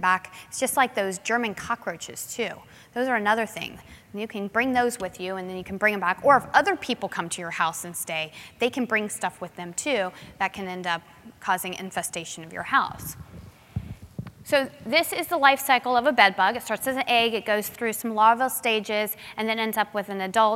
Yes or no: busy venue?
yes